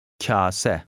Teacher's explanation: Note that the A is long and affects the pronunciation of K.